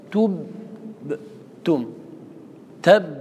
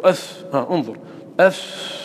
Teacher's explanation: لكن الباء ينحبس فيها الصوت فلا يجري، وينحبس فيها النفس فلا يجري · Shown in: first take · Term: الشدة